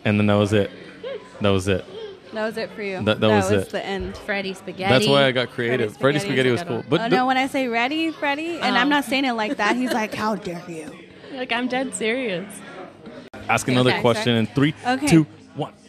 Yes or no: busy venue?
yes